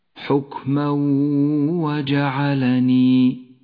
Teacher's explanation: التنوين وبعده حرف الواو إدغام بغنة